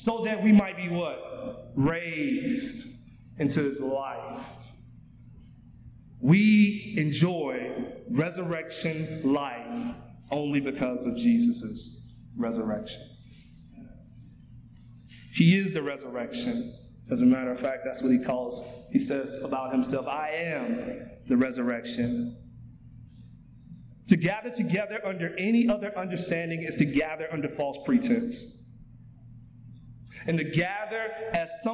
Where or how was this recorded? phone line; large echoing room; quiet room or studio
large echoing room